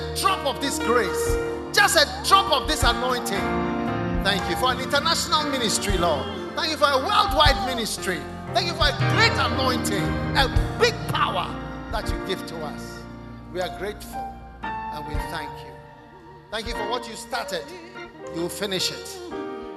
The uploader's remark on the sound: Preached at The First The Experience Service, Accra.